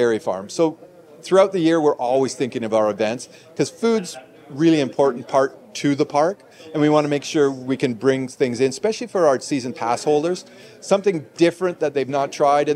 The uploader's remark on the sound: These interviews were conducted live at Knott’s